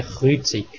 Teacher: Die Endung Ung wird in den meisten Dialekten als Ig gesprochen, nicht jedoch im Sensenland, im Wallis oder im altertümlichen Stadtbernischen.